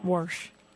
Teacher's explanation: In this area, there's a lot of Scots-Irish influence, and some people think that maybe that has something to do with the intrusive R in wash